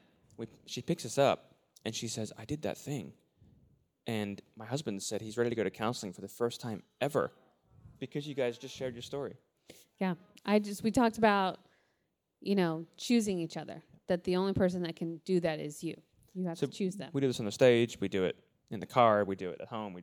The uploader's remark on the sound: LIVE from the Imperfect Parenting Conference